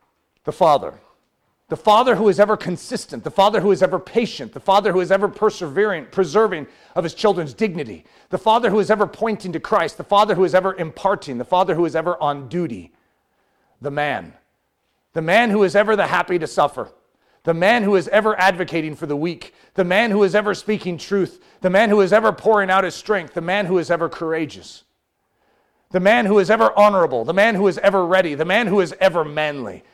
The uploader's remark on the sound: This message was given Saturday morning during his fall Fatherhood conference